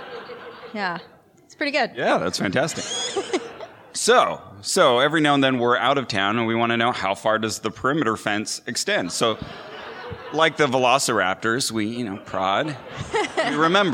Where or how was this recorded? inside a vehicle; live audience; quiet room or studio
live audience